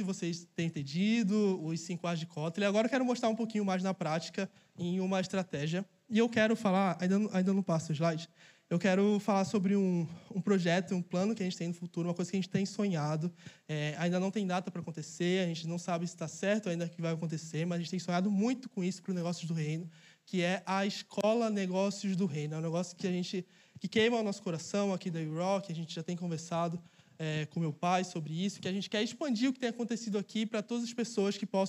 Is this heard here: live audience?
yes